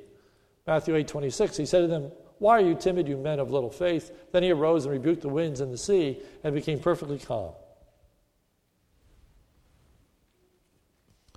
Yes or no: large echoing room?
yes